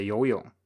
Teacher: Most people just say yo yong, uh, so you don't go up at the end. · Term: third tone